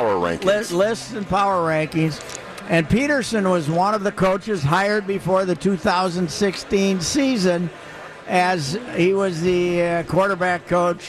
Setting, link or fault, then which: setting, busy venue